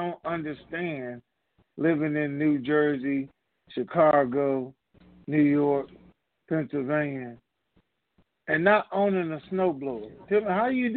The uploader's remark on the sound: TNTSuperfantastic Conference Call